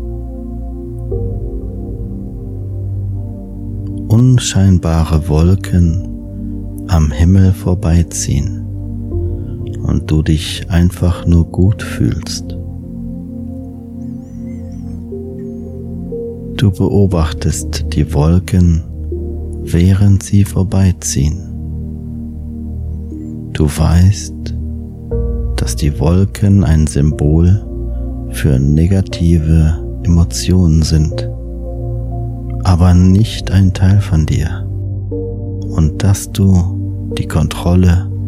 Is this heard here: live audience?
no